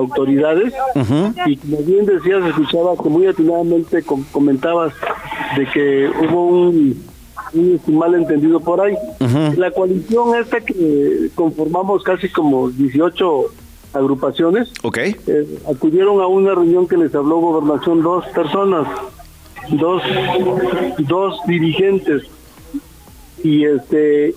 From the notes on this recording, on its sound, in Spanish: Nos enlazamos en llamada